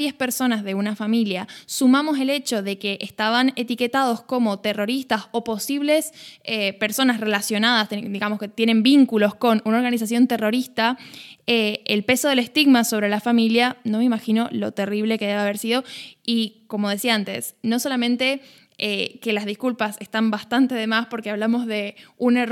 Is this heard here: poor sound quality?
no